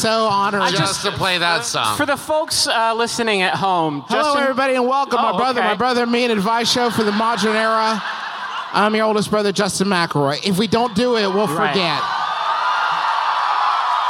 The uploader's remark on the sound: We've prepared for you one more live show -- this time, from Seattle's beautiful Paramount Theater!